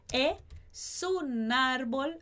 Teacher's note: A gente vai conectar esse S de es com o de un. Então vai ficar es un árbol.